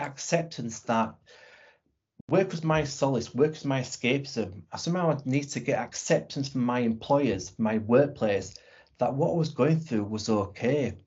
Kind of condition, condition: link, video call